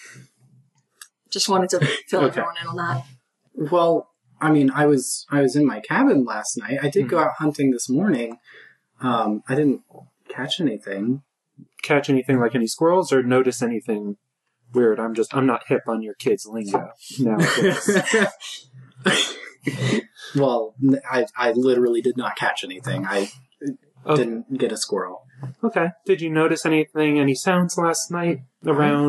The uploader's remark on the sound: Thanks for sticking with us through some rough audio quality.